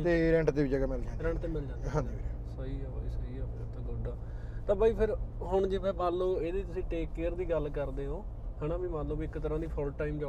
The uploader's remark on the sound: GOSSIP ON ROADS TORONTO is a Canada based interview channel, we work with the concept of doing interviews/gossips in the car. We steer on the streets with an incredible conversation with our guests( full safety precautions).